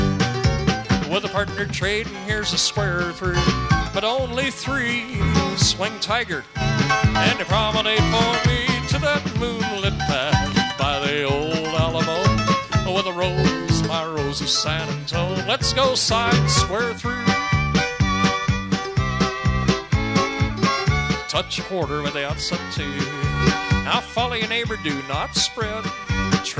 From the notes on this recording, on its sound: live dance recording